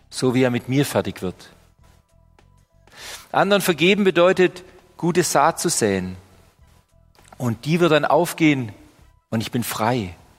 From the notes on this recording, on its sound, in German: Die Predigt aus dem Gottesdienst